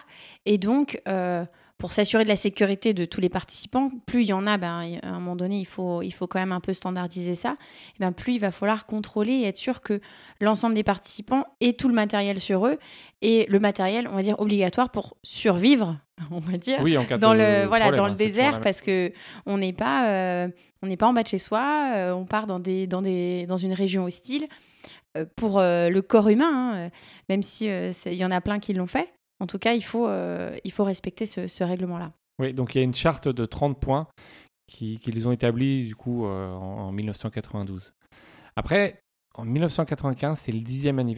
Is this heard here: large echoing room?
no